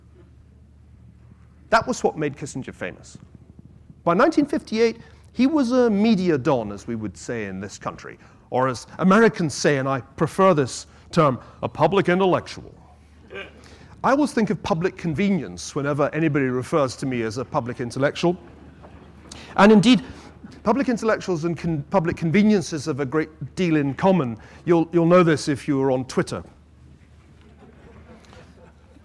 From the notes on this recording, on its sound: Recorded at Chalke Valley History Festival 2016.